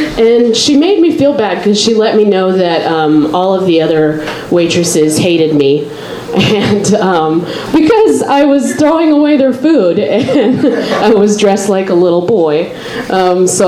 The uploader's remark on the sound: Live from Genuine Joes